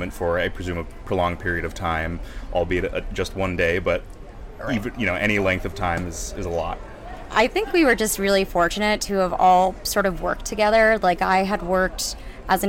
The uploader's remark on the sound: We are live, on-location at the TCL Chinese Theatre for the 19th annual Oscar Qualifying HollyShorts Film Festival , as the official podcast partner. We are live, on-location at the TCL Chinese Theatre for the 19th annual Oscar Qualifying HollyShorts Film Festival , as the official podcast partner.